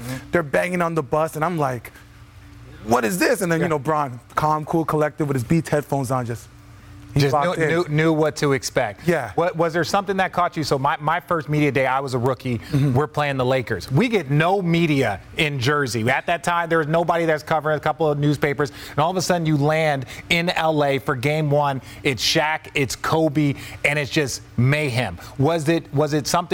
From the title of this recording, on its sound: Live from Finals Media Day